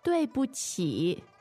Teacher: fourth tone, neutral tone, and third tone